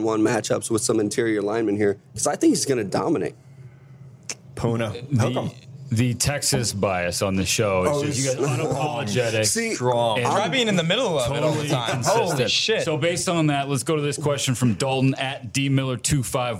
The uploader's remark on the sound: We're LIVE (kinda) from Draft Picks Taproom in Mobile, AL!